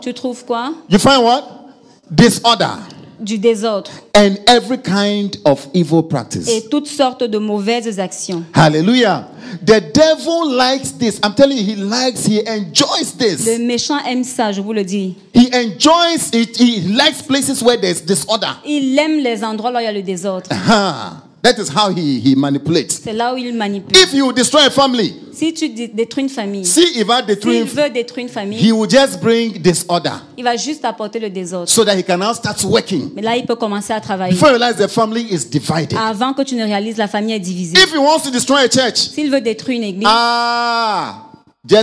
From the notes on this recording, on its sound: Preached during Joyful Hour Sunday Service